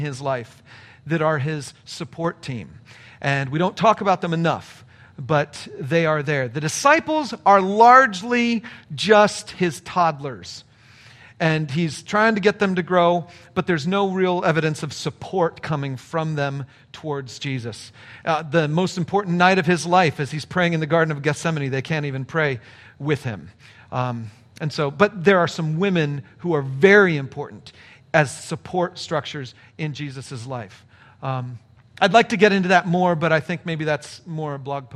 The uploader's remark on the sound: a live Q & A session